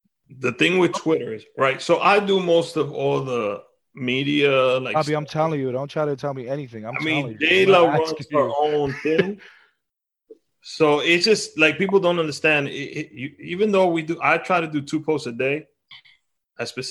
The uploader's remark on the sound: using ZOOM Video Conference